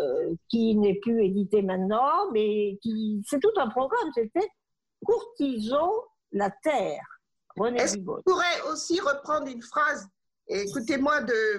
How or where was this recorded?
video call